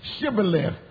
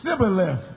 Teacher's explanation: They knew that the children of Ephraim couldn't pronounce the word shibboleth because they couldn't make that SH pronunciation with your tongue at the roof of your mouth · Shown in: first take